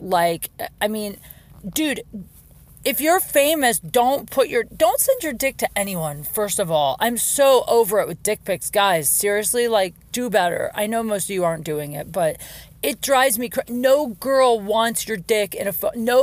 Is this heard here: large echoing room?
no